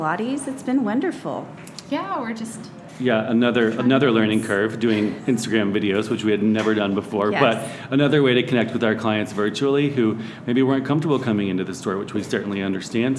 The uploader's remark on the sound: Live at TOOTSIES. We had the pleasure of recording live at one of our favorite neighborhood boutiques, Tootsies.